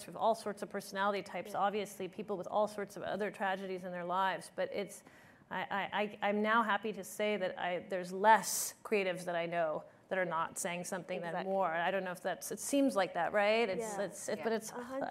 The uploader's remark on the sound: At Zócalo Public Square. Live from ASU California Center at the historic Herald Examiner Building.